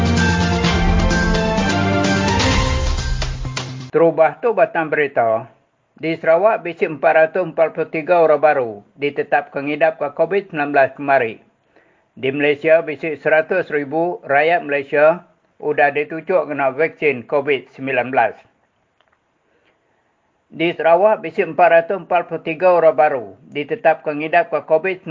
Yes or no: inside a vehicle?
no